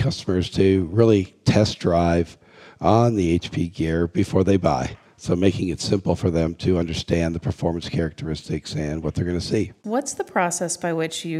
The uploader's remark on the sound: joins us live from HPE Discover 2017 in Madrid.